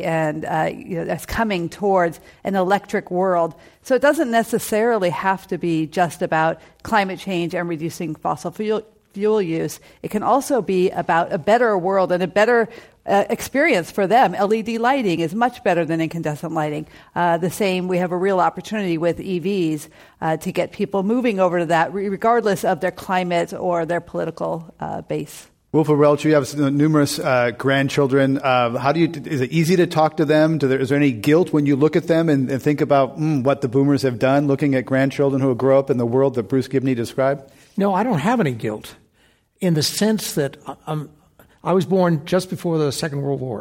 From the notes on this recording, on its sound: This program was recorded live at The Commonwealth Club in San Francisco.